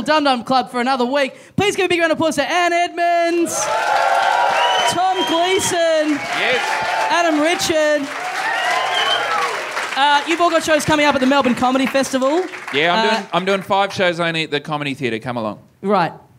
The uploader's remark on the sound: Recorded LIVE at Heya Bar in Brisbane on Sunday, March 20 2016.